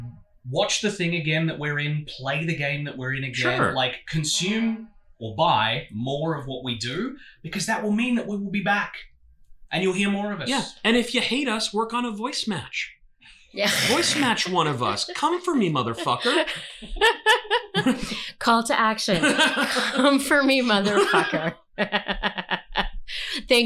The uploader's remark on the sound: This episode was recorded with two mics instead of the necessary three, and thus, the sound quality is *fiiiiine*, but not perfect. We’ve found the wayward mic cord.